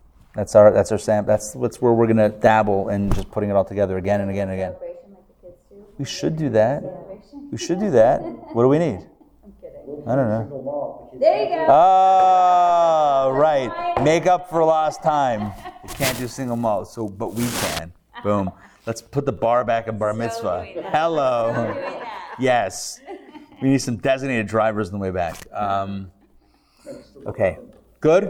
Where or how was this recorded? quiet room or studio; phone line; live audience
live audience